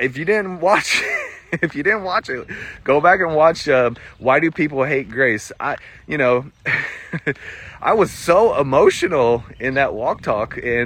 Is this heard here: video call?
no